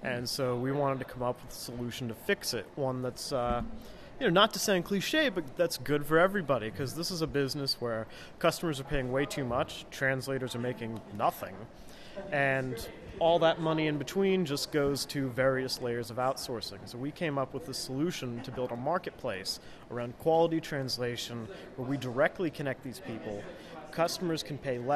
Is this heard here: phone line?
no